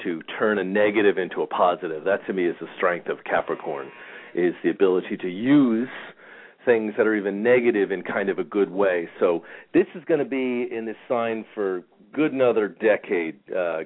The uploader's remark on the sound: Callers may call in 25 minutes (halfway thru show) into the live show with questions or comments. Halfway through today’s show I will open the phone lines for listeners calls.